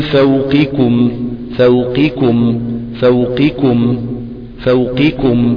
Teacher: في تقارب في المخرج، الاثنين من منطقة الاقصى، اقصى اللسان، مخرج اقصى اللسان، مفروض القاف والكاف. · Term: القاف مثلا مع الكاف